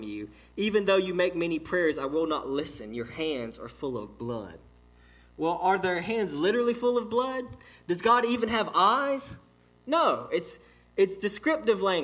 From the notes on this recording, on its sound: This message was delivered to Cottondale Baptist Church in Eastman, GA on 11/4/18 (6pm)